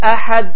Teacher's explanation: Hərf qalqalı halını alır və elə bir ki, iki dəfə deyilir. · Term: qalqala